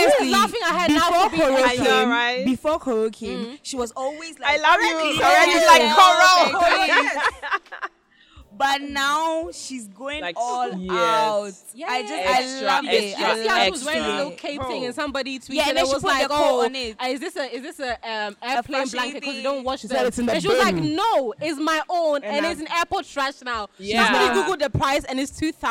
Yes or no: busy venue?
yes